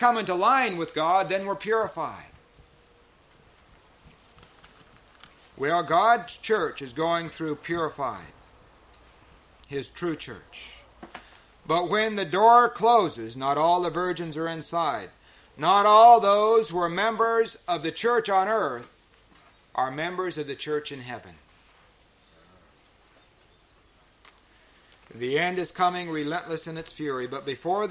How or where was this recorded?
large echoing room